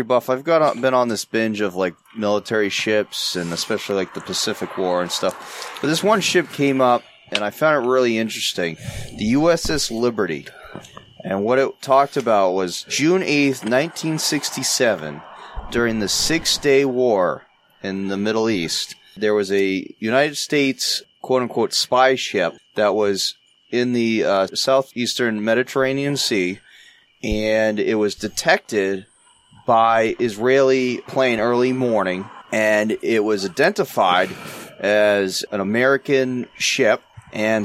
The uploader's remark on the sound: The Tobacco Shack Side Patio; Rowley, MA. We descend on the Tobacco Shack unannounced and set up outside in the patio area on a fine summer evening. It’s a small group recording as many Hacks are on vacation or in disrepair.